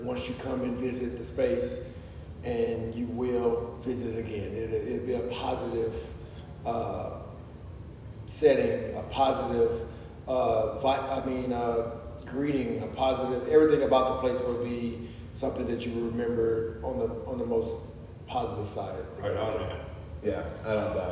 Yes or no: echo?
yes